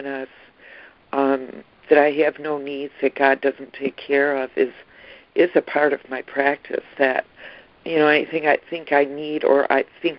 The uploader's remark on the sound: ACIM Daily Conference Call.